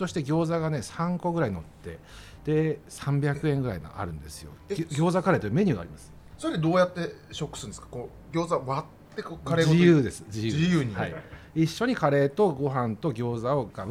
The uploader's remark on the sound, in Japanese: 今回も先週に引き続き、十條湯に併設された喫茶深海での収録。